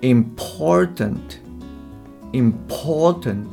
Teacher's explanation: important のポの部分が、えっと、まあ、アクセントになるわけですよね